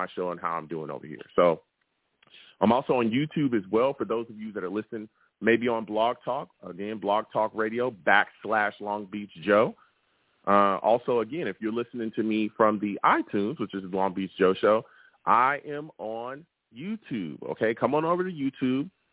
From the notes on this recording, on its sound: Tonight, live at 7pm eastern I’ll be discussing Jets defensive line! I also take live callers!